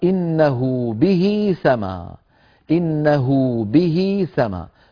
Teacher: فيطولون ضمة الهاء وكسرتها حتى يتولد من الضمة واو لفظية ومن الكسرة ياء لفظية، وليست في الخط، غير مكتوبة، وأيضا هي في الوصل وليست في الوقف.